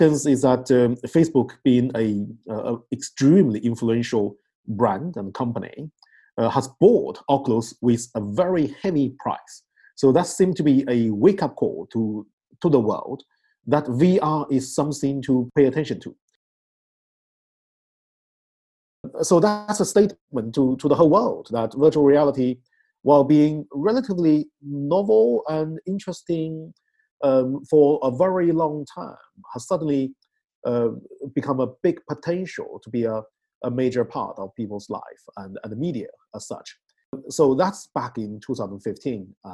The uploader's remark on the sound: Call Recording: Zoom. Podcasting: Anchor. Recording: Logic Pro X.